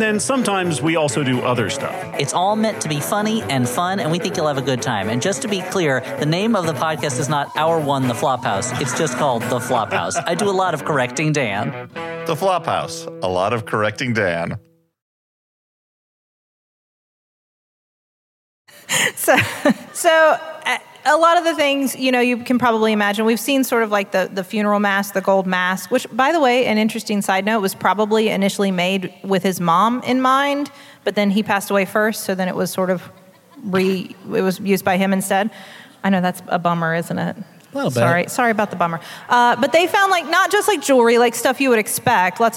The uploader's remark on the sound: Live from Columbus, Ohio, home of the first Wendy's, and also COSI, the Center of Science and Industry!